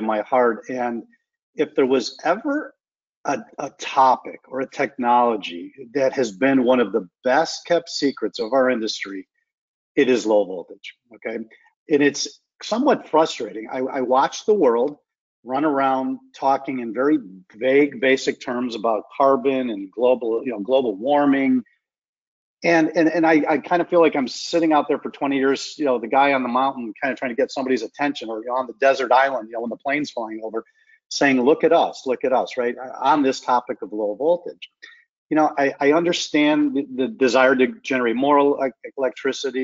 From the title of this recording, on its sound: Realcomm Webinar